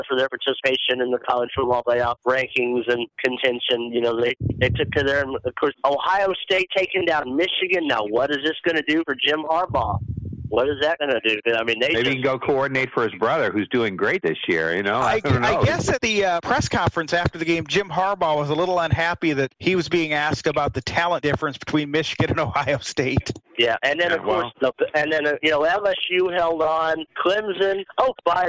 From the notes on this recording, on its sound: Sports Lounge live where we discuss all things sports and take your live calls.